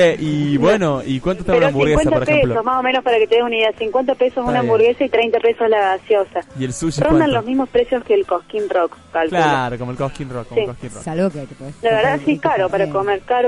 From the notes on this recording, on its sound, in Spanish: Compartiendo telefónicamente todo lo que dejó el tradicional festival del Lollapalooza. En el Hipódromo de San Isidro.